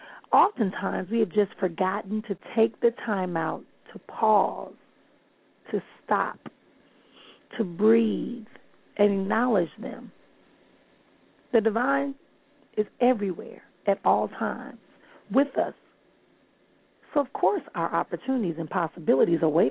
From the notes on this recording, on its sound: callers may call in with questions